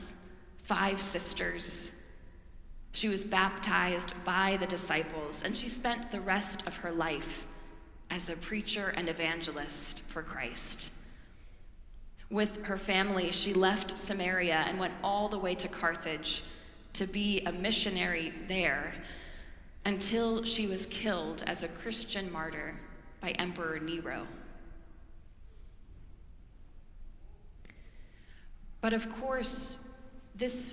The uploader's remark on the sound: preached at our celebration of the Holy Eucharist on the Third Sunday in Lent